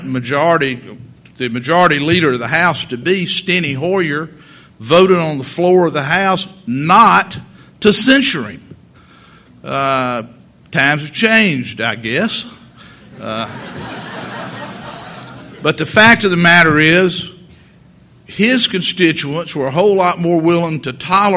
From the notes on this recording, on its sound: delivered an address at the 2006 Annual National Lawyers Convention on Friday, November 17